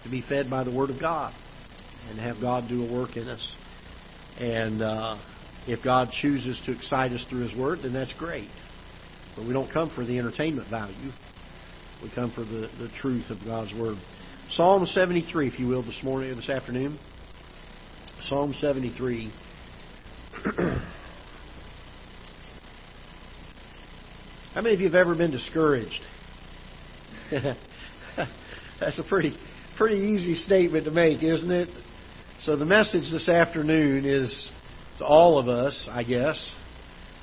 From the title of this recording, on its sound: Ketha Heights Baptist Church ~ Live Broadcast